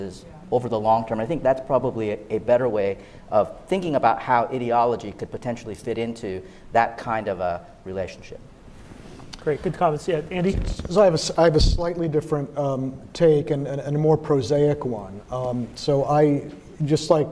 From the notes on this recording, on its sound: Q&amp;A with the audience